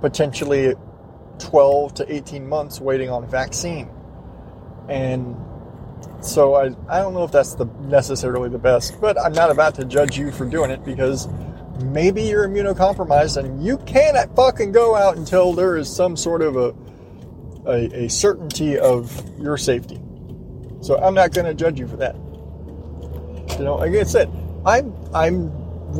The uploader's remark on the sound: I'm driving home from work.